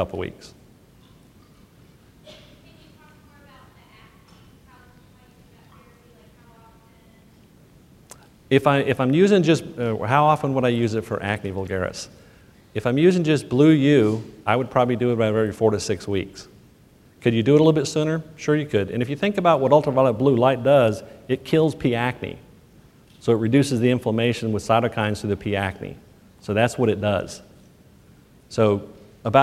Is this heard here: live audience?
yes